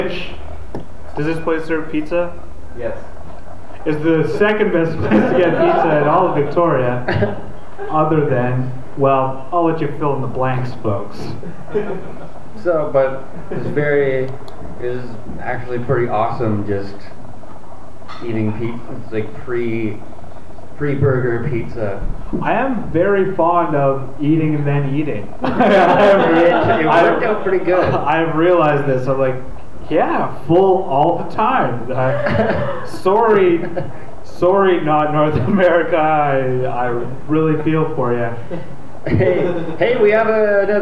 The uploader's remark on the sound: LIVE at Swan's Pub & Eatery. Their first ever live and sold out show! From the heart of downtown Victoria.